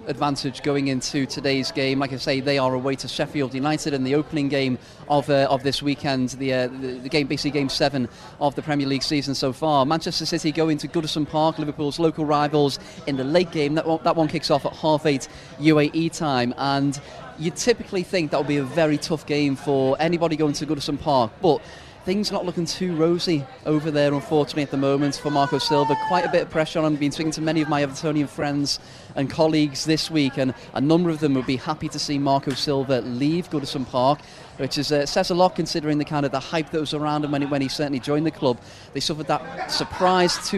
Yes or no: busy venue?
yes